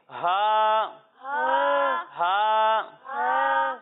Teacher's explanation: جب ہم ہا کی ادائیگی کریں گے تو اسے حلق کے نچلے حصے سے پڑھیں گے